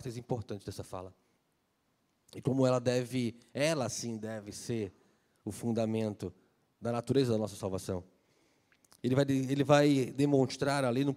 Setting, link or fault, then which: setting, large echoing room